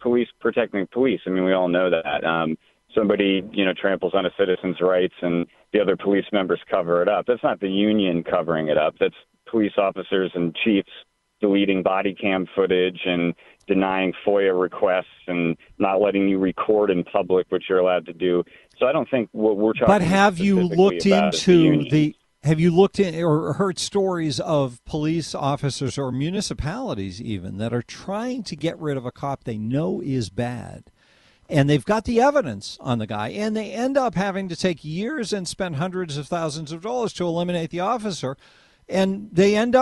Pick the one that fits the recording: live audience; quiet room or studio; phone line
phone line